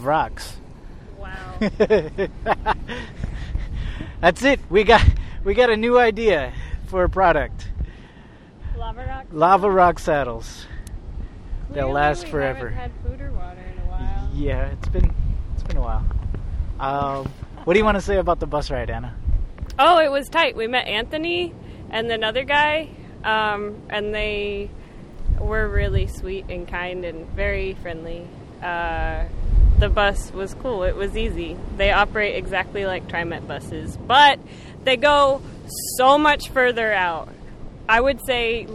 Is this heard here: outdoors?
yes